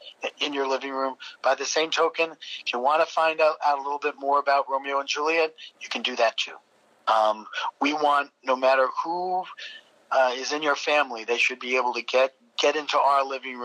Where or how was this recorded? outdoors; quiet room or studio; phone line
phone line